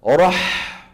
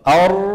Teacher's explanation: الحاء رخوة. أر بينية مين أطول؟ الحاء.